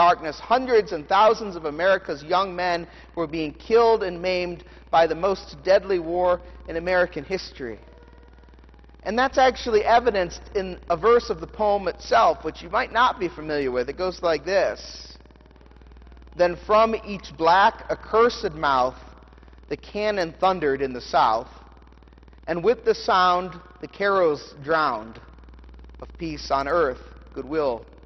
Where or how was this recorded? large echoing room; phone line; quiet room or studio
large echoing room